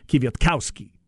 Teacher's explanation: Next to last syllable is where they put the emphasis.